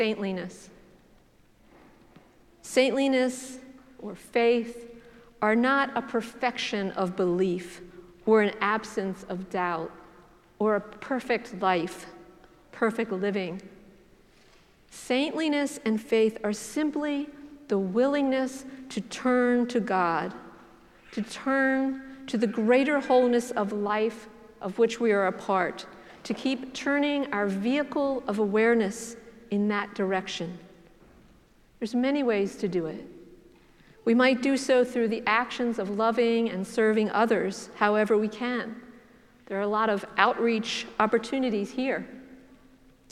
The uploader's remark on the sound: preached at the celebration of the Holy Eucharist on All Saints' Sunday